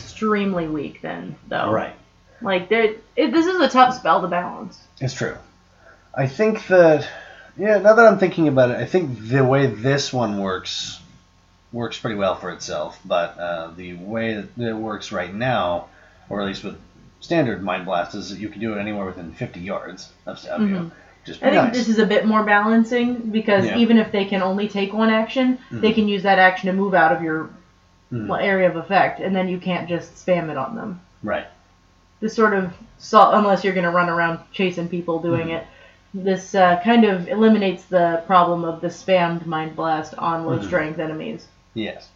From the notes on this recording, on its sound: We apologize for the poor voice quality in this particular episode. We did not realize the wrong mic was being used until we finished the show.